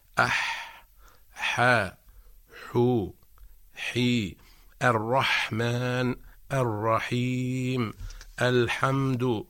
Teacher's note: عندما ننطق بحرف الحاء فإن لسان المزمار يرجع إلى الوراء، لكن ليس بنفس الطريقة التي ننطق بها حرف العين، أي أنه يرجع بدرجة أقل، لذلك فإن نطق حرف الحاء أسهل من نطق حرف العين، نقول مثلا أح حاء حو حي، الرحمن الرحيم، الحمد، فكل هذه الحاءات يعني هكذا يجب أن تنطق.